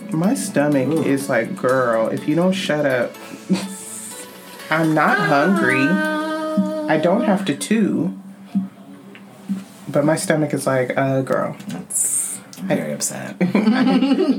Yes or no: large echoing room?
no